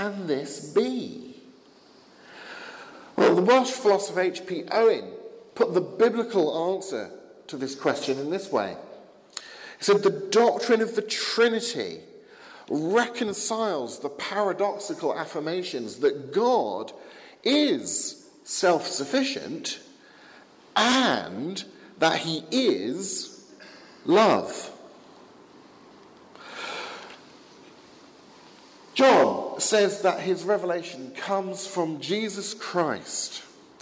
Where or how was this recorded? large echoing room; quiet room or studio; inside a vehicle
large echoing room